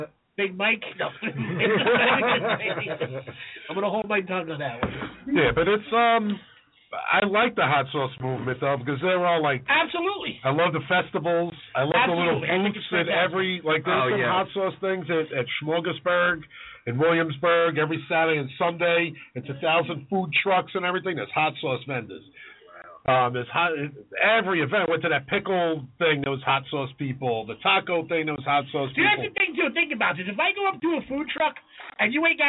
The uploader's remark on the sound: The boys may have a hot sauce maker coming into the studio. A great show includes live callers.